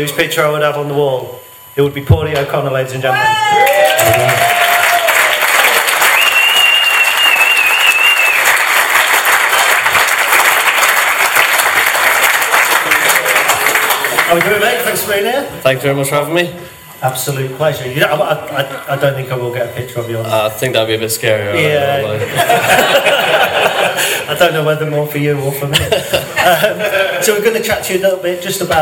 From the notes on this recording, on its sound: LIVE in the Legends Lounge. Time for the second part of our 200th episode live spectacular!